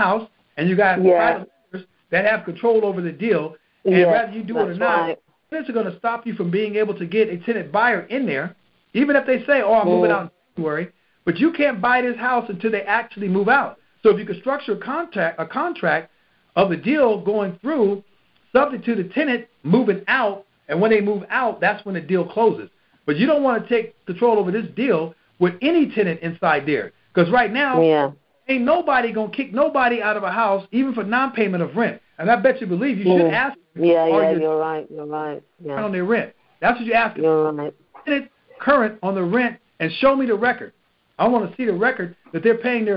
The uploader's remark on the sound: Gold Club Q&A Call